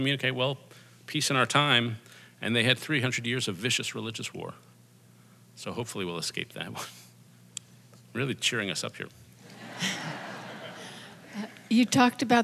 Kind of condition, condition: setting, live audience